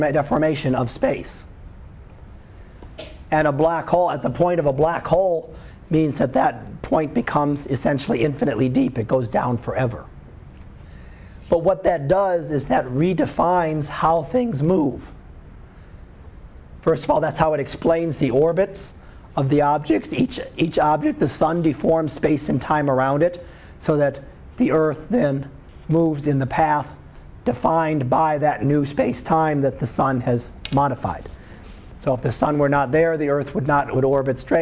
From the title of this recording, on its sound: Live Class Lecture 2013 Jun 13